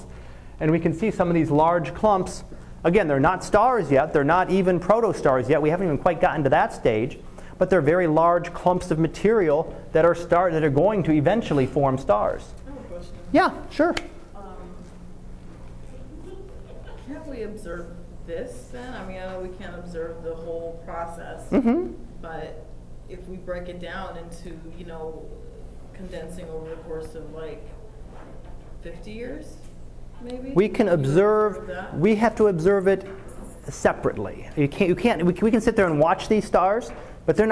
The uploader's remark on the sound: Live Class Lecture